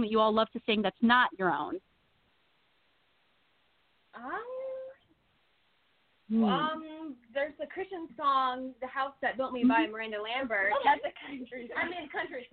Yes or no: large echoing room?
no